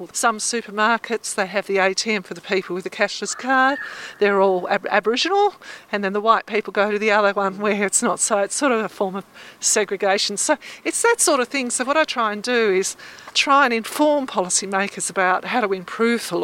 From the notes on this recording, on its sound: for a walk around the grounds of the Australian National University